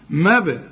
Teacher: أدي الباء جت لنا عليها سكون لازم نقلقل